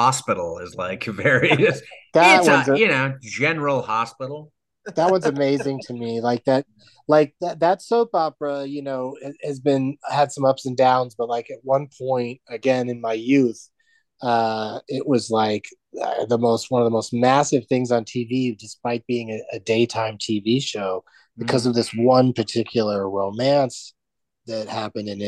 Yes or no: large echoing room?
no